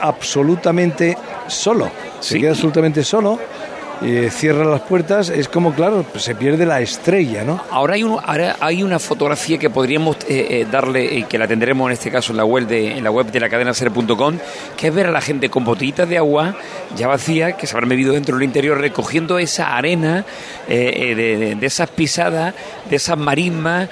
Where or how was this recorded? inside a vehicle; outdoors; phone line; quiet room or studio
outdoors